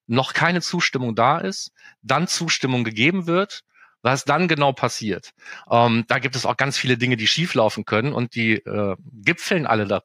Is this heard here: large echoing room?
no